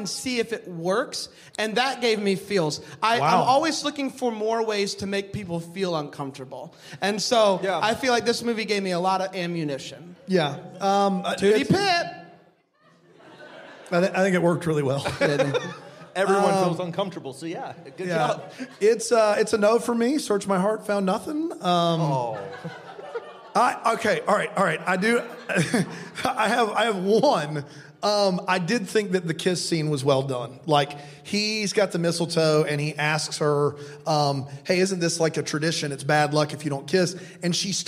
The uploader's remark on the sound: we recorded an episode LIVE at the ChristmasLand Experience in LA